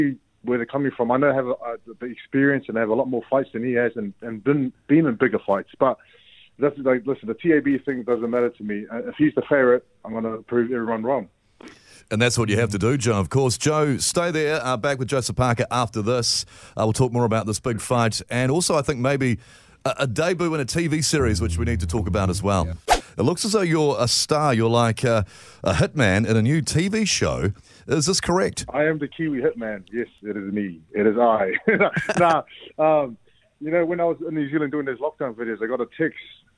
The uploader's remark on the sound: We were joined on the phone